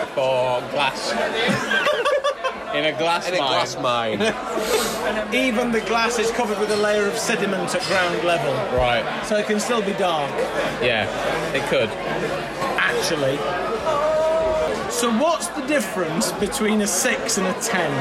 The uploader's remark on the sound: In this alcohol fuelled episode, recorded in the pub.